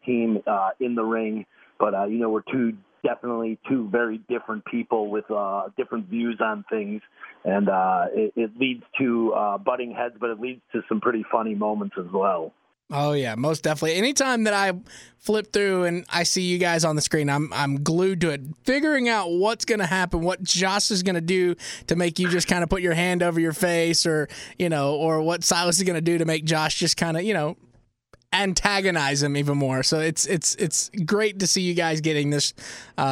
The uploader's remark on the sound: Calls